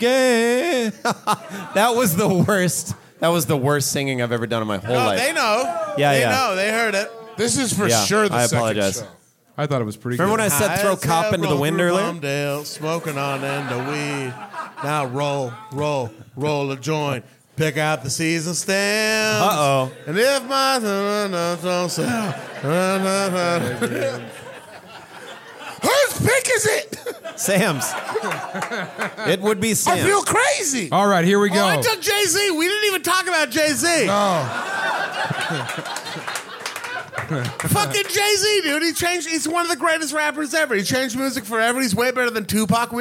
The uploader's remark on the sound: LIVE IN MINNESOTA. This episode was recorded live at The 10,000 Laughs Comedy Festival in Minneapolis, Minnesota.